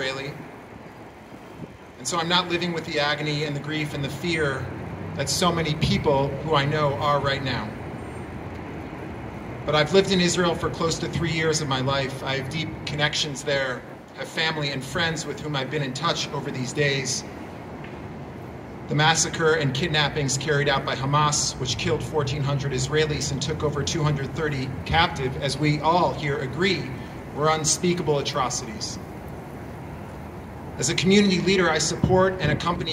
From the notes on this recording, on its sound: I don't believe there were any members of the press present at the press conference, although all of the local outlets were contacted by the organizers. I was providing the sound, so I hastily decided at also record the press conference with my phone, since no one was recording the event with anything fancier than that.